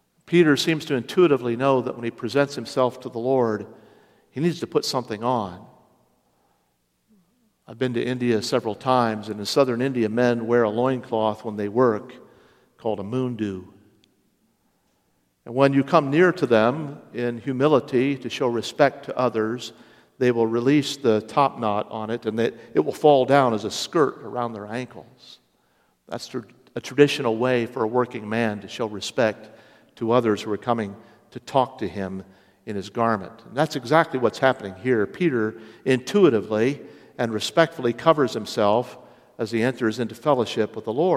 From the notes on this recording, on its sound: Originally preached Sunday morning March 12, 2023.